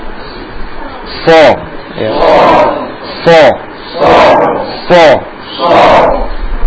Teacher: Ya, nggak perlu sui, sui, nah, bukan seperti itu bunyinya, ya. Bunyinya tebal karena terangkatnya pangkal lidah.